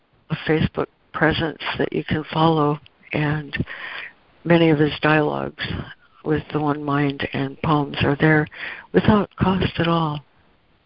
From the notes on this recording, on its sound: ACIM Daily Conference Call.